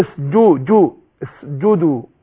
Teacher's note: ما أقولش تعطيش الجيم اسجدوا كده عاملة زي الشين، أقول اسجدوا اسجدوا كده.